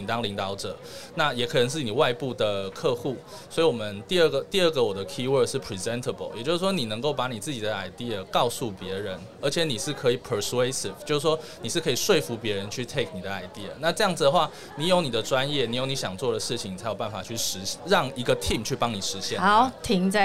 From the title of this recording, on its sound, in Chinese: VISION 2022 臺大校園徵才博覽會-Live Podcast